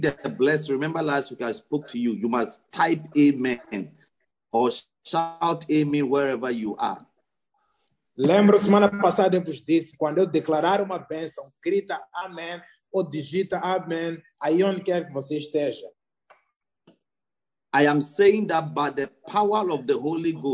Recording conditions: video call